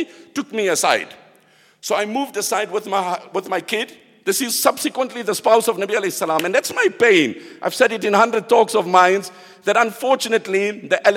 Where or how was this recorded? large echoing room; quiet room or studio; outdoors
large echoing room